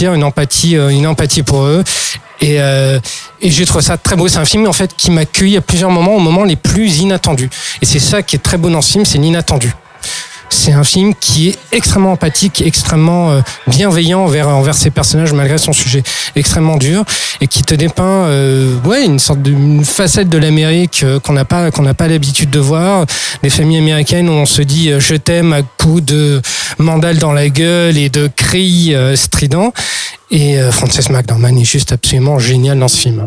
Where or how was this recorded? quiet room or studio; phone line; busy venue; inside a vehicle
busy venue